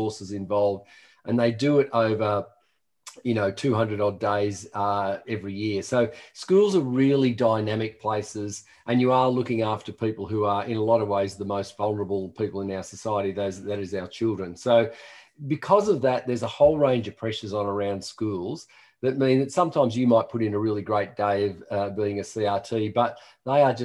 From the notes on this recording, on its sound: This episode is a recording of a live webinar in January 2021.